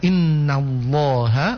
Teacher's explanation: menebalkan lam pada kata Allah ketika dia diawali oleh harakah dhamma atau fathah ya. Jadi misalnya kata innallaha berarti itu otomatis ditebalkan lam pada kata Allahnya.